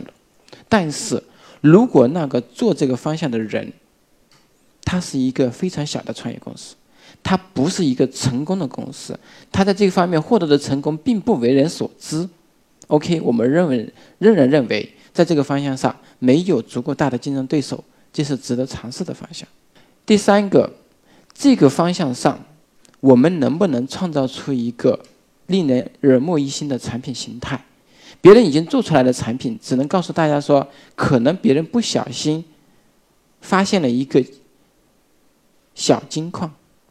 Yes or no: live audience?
yes